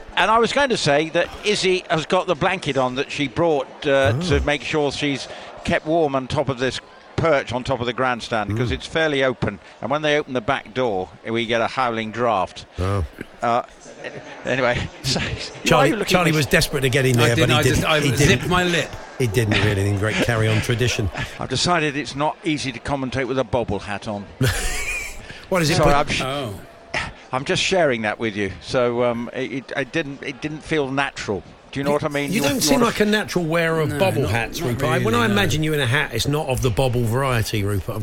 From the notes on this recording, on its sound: live from Aintree